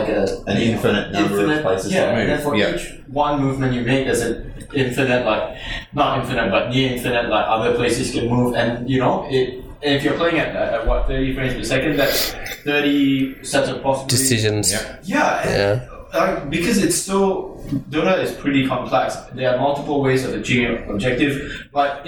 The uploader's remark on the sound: Apologies, and we've made sure episode 5 will sound like creamy goodness flowing into your ears. Didn't get the audio right on this one.